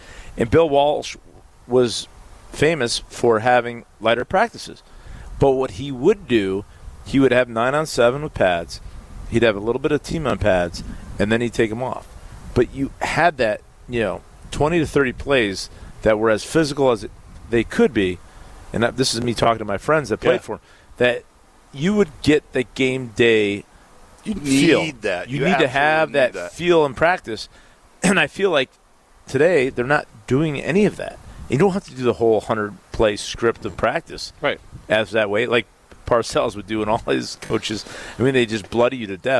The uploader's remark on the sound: live from Metro Kia of Madison